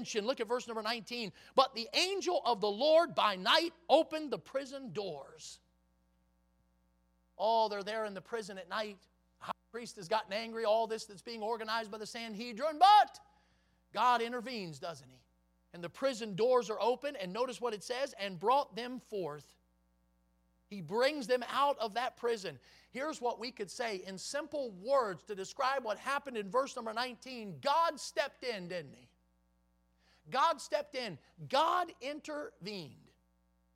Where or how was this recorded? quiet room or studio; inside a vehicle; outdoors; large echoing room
large echoing room